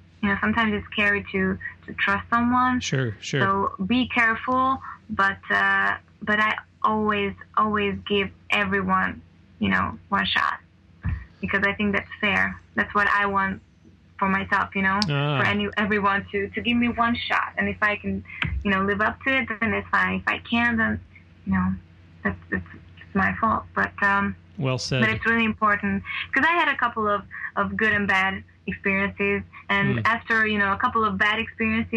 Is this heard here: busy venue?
no